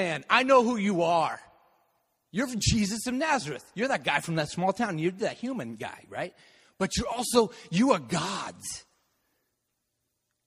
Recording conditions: large echoing room